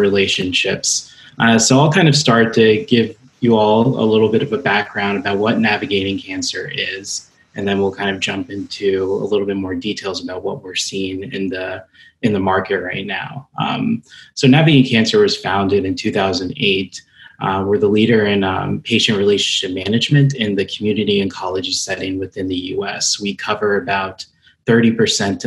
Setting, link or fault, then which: link, video call